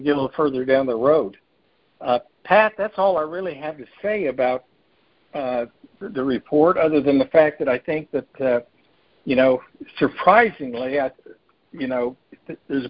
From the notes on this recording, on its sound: November 2022 Monthly Conference Call On Cotton.